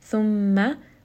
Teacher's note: Then the last ayah, ayah number 62, thumma, meme here is going to have a shadda. So I am going to give it proper ghunna, bring it up into the nose